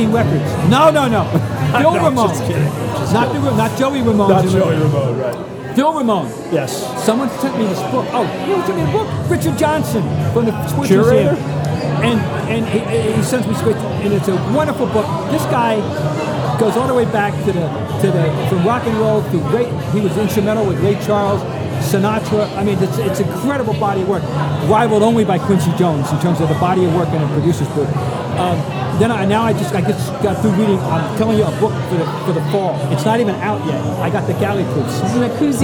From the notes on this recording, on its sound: live from Fenway Johnnie's in Boston